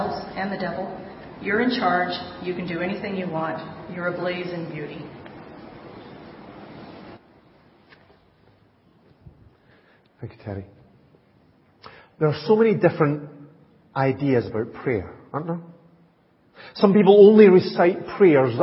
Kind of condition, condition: setting, large echoing room